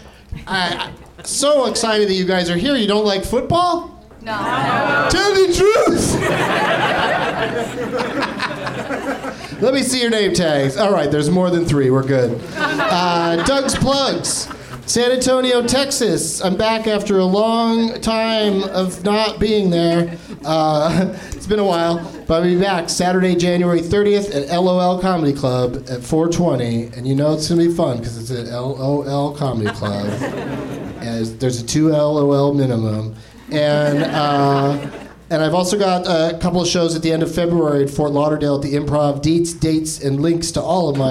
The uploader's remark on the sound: Live from the NerdMelt Showroom in LA